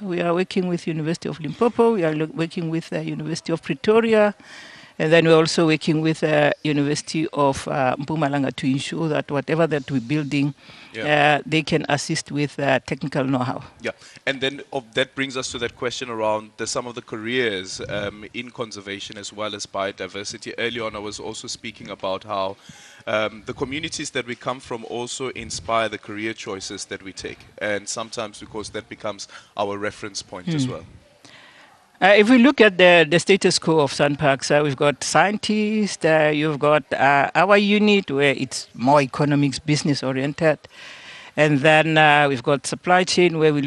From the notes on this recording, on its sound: We are coming to you live from the Kruger National Park where SANPARKS will commemorate the 18th South African National Parks Week.